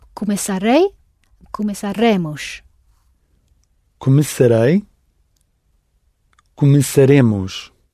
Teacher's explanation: And you got the stress in exactly the right place on the re of remos